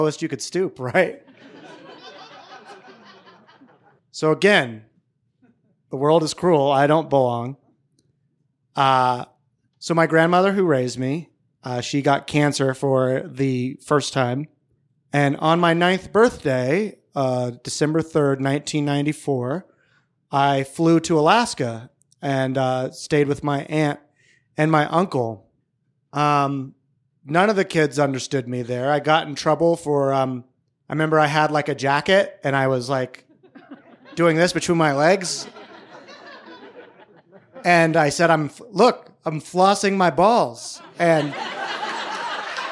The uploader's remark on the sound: This story was recorded live on August 21, 2019 at Buntport Theater in Denver, Colorado